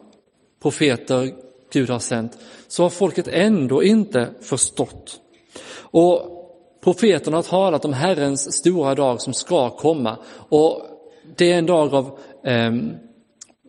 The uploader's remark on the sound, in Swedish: Inspelad i Roseniuskyrkan den 14 augusti 2022.